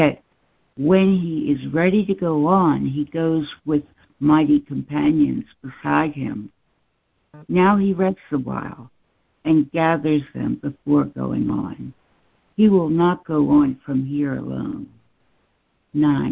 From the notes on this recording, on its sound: ACIM Daily Conference Call.